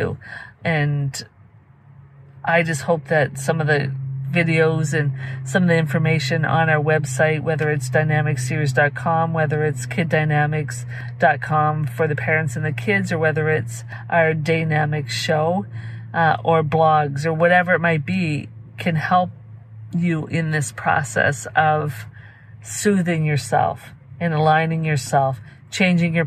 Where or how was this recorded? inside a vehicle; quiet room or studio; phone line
inside a vehicle